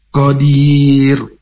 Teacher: huruf qaf ini makhrajnya di pangkal lidah bertemu dengan langit-langit lunak dan dibaca tebal atau istilah ko di pangkal lidah ini bertemu dengan langit-langit yang paling lunak.